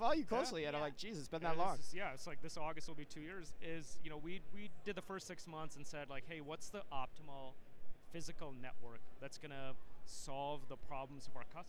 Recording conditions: busy venue